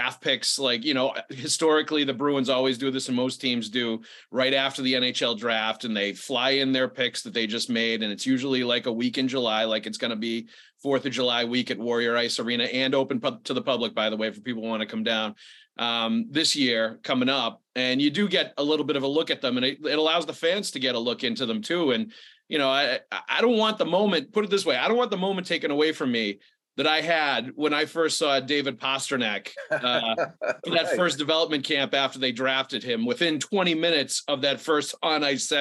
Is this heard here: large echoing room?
no